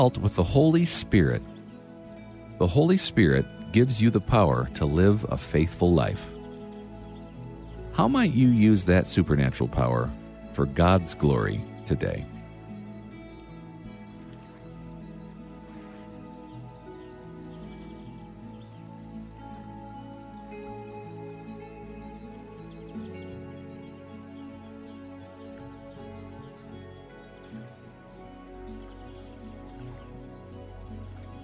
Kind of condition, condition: fault, sounds in the background